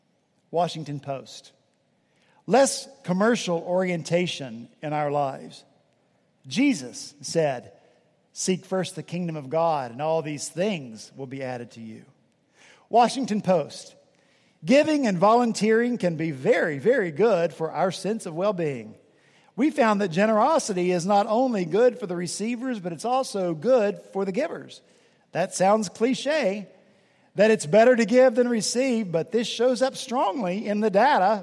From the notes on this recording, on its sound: at Redeemer Presbyterian Church in Charleston, SC